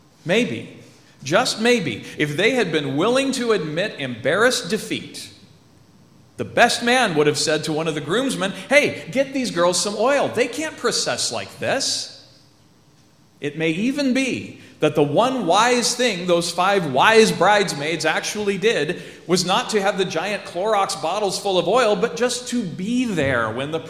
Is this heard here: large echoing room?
yes